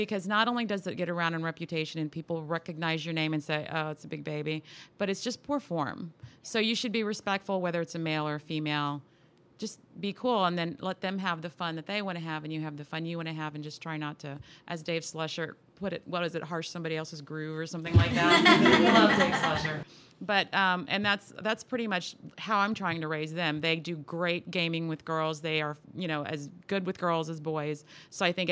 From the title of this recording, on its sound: Live from Balticon